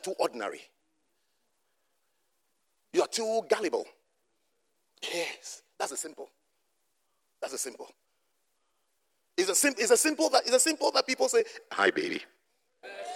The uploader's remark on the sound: at the Jesus Encounter Service - First Love Church, Birmingham.